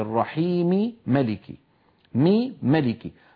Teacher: فهنا التقى ميمان لكن حالت بينهما الكسرة وهي ياء قصيرة، فأبو عمرو حتى يدغم الميم الأولى في الثانية يسكن الأولى، يعني يجردها من كسرتها فتصبح ساكنة، عندئذ يسوغ له أن يدخلها في الميم التي بعدها، فيقول الرحيم ملك يوم الدين، لأنه يقرأ ملكي ولا يقرأ مالكي كحفص. · Term: إدغام كبير